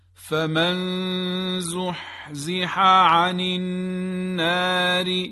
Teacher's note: عین و حاء از وسط گلو یا حلق تلفظ میشن، یه فشار مختصری در وسط حلق ایجاد میشه